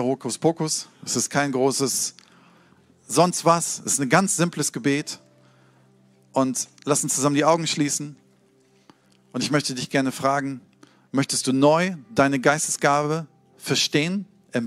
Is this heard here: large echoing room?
yes